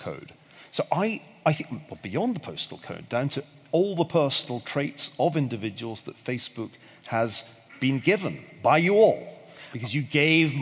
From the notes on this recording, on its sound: The audio of this live Intelligence Squared event was recorded in London in 2017.